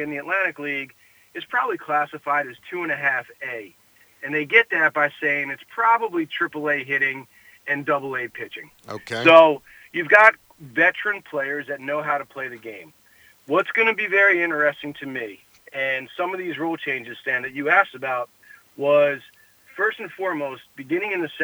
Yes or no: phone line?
yes